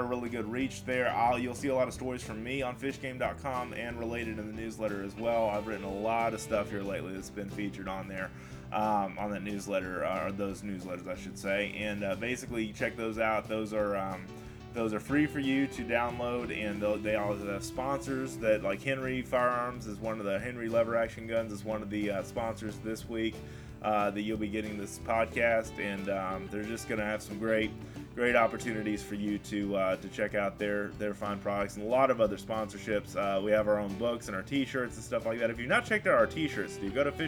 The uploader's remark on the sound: An outdoor writers fishing event in Venice, Louisiana. This was a live "on location" podcast.